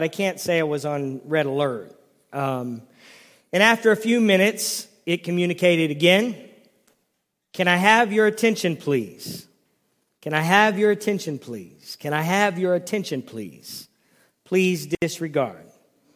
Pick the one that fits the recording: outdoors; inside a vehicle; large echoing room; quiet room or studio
large echoing room